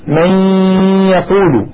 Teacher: أدغمنا النون الساكنة في الياء إدغاما ناقصا، فالنون مجردة والياء بعدها مفتوحة وليس مع الفتحة شدة، إشارة إلى أن هذا الإدغام إدغام ناقص.